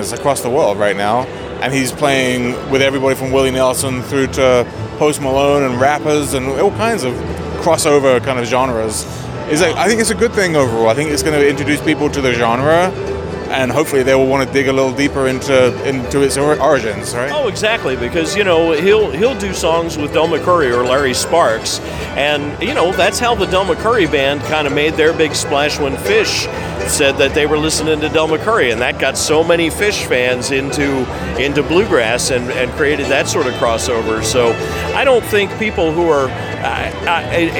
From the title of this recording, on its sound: Live From IBMA 2022